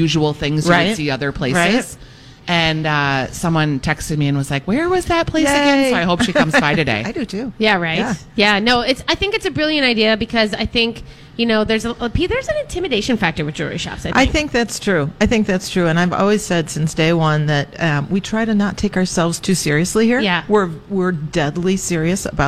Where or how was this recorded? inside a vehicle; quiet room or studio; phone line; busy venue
busy venue